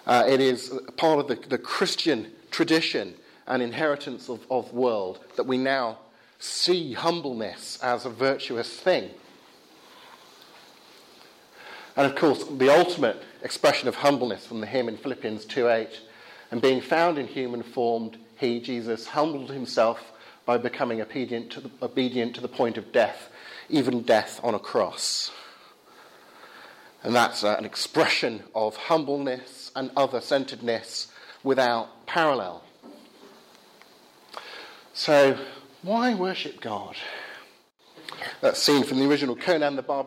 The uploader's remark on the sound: Talk from the 'Reasonable Faith?' meeting at Highfield Church, Southampton, 7th Feb 2016.